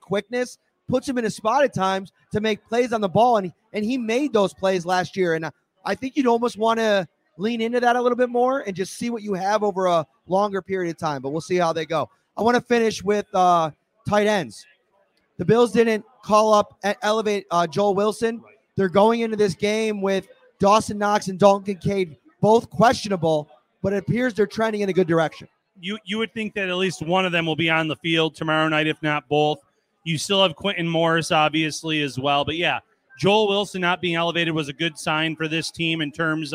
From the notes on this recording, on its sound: live from Wingnutz North Buffalo at 700 Military Rd.